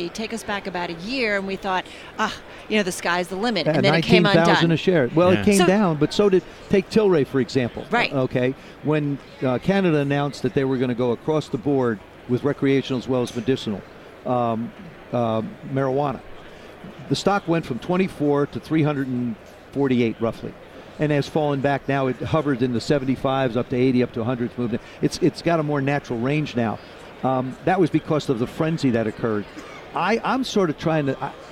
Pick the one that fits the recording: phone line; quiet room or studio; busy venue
busy venue